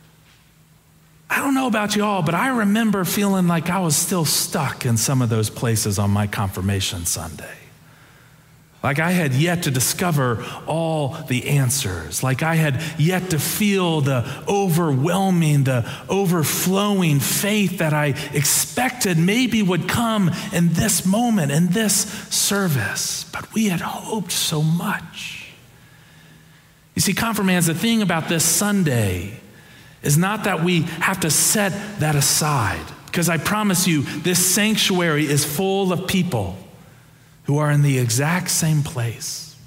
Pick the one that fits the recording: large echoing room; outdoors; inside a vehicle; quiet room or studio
large echoing room